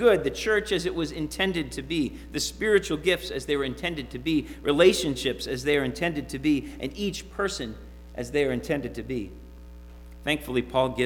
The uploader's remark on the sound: Sermon preached at RCHP on January 30, 2022.